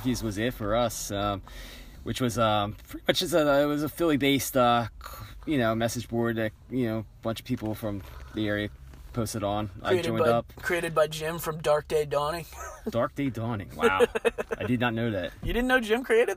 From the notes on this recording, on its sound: shoot the shit for a little while outside a gig in PA